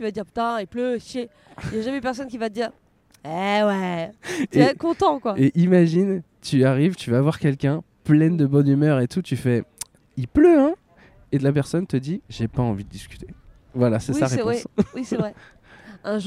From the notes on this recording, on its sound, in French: À la Tour Eiffel. Le podcast sauvage est un enregistrement dans un lieu public sans demander d'autorisation. Le principe est simple : inviter des passants, des inconnus à participer avec nous.